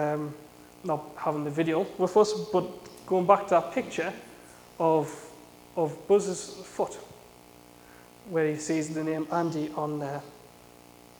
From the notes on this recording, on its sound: A sermon I preached at Saint John's Evangelical Church in Shiney Row on Sunday 5th November 2017.